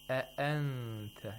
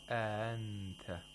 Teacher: And if you listen to the way that he pronounces a-anta, we have two hamzatul qata right after another. He applied the nabra very well. · Shown in: first take